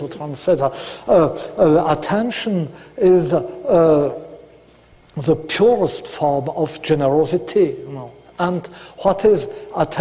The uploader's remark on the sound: delivered March 5th 2009, at the University of Chicago.